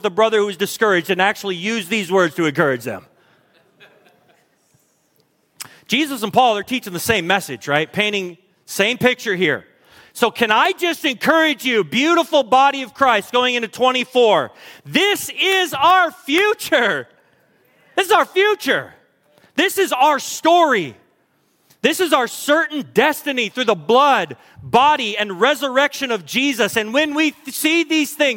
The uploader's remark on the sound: Recorded at Hope Church in Springfield, MO.